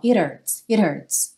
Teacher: o H não é exatamente um som muito forte. Ele é um arzinho.